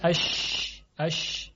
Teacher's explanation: در شین همین حالت احتکاک و سایش تفشی نامیده میشه